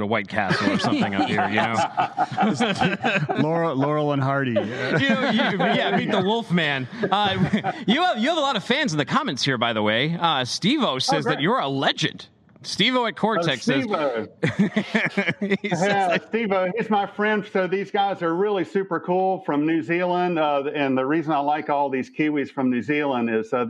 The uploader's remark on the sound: live from FreightWaves' Cold Chain Summit